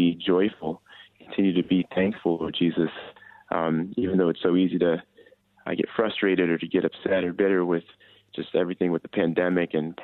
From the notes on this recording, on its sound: We had our weekly prayer meeting today, which was very powerful. Thank you to those who called in.